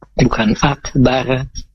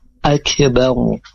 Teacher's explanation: Jadi bacanya akbaru, bukan akbar. Kalau akbar itu tipis dia dibaca huruf ro-nya, tapi ini dibaca tebal · Shown in: second take · Akbaru, seperti itu. · Term: tafkhim